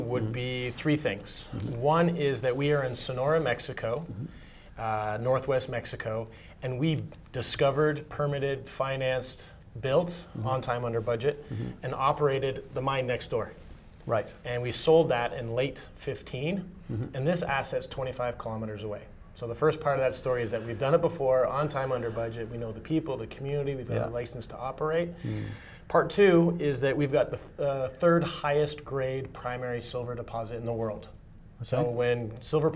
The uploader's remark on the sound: At the 121 London Mining Conference.